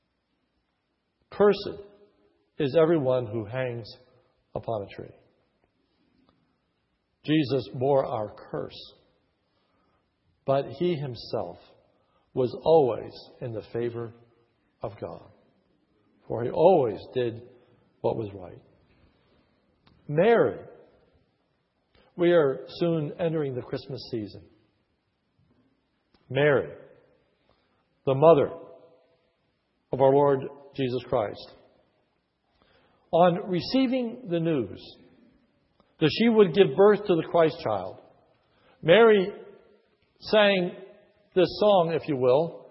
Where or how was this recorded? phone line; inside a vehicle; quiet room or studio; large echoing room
large echoing room